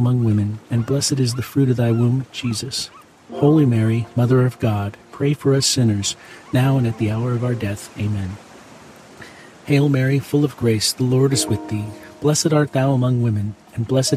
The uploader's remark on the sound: Experience ocean water crashing under the boardwalk, sounds from the pier and inspired melodies alongside this Friday rosary.